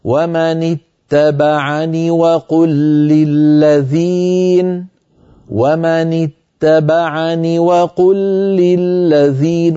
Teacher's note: لو وصلنا نصل بنون مكسورة ليس بعدها ياء، هكذا: ومن اتبعني وقل للذين، ومن اتبعني وقل للذين، ولا نقول ومن اتبعني وقل للذين، لا نثبت ياء وصلا على رواية حفص عن عاصم.